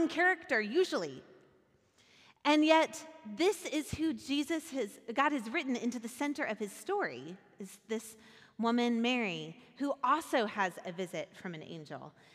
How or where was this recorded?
large echoing room